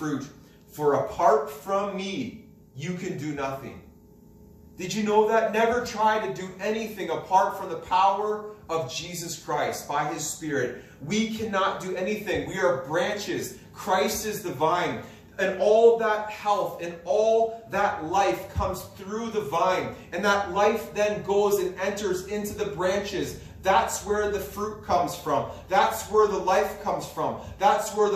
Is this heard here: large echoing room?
yes